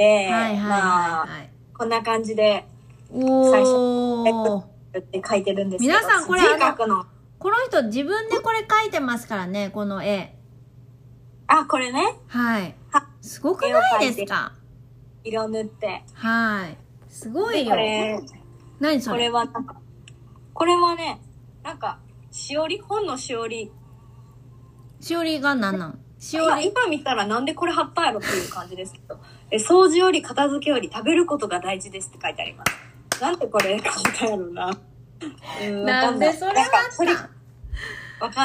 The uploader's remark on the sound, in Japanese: インスタライブをやってみた！Instagramでライブを開催しました！その様子を録音しています。